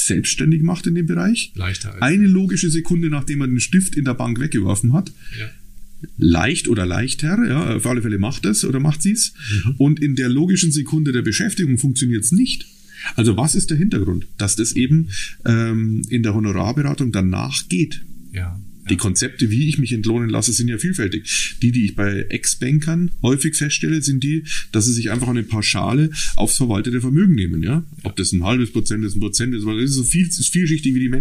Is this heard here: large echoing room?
no